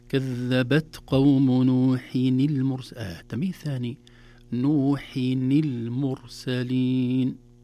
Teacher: إذن الهمس في التاء خروج هواء يسير وليس كثير، لأن الحرف مجهور وليس مهموس، عفوا، لأن الحرف شديد وليس رخو.